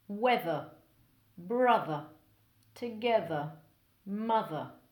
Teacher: Four voiced TH sounds in the middle of the word.